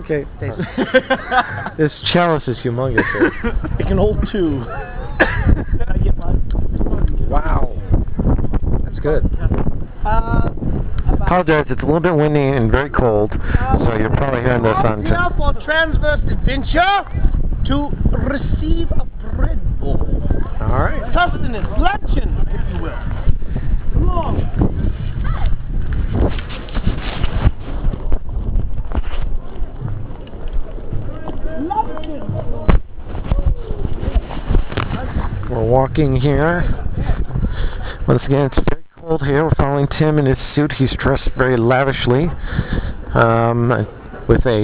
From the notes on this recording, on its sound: Little Extra from RenFest 2006. Was able to capture a few moments from visiting the Renaissance Festival before my iPOD died.